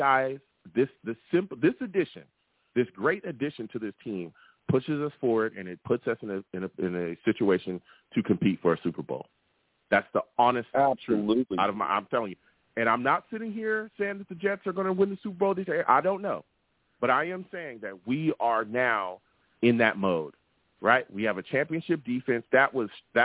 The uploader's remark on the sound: I take live callers!